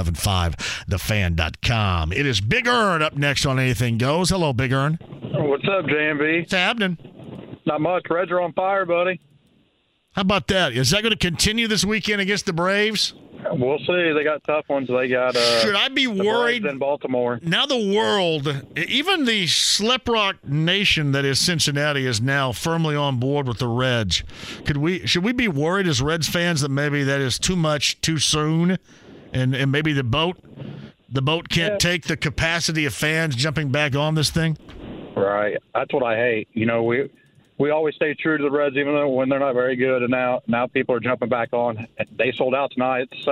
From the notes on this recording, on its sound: LIVE in studio. Keeps the show rolling some phone calls! Questions and comments from listeners online!